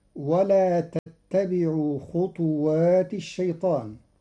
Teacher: قرأ قالون كلمة خطوات بإسكان الطاء مقلقلة